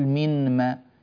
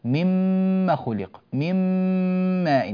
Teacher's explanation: ينطلق من ميم إلى ميم مباشرة · Shown in: second take